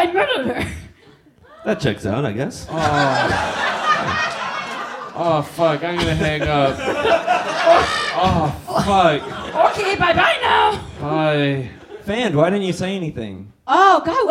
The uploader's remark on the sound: Live At Bad Dog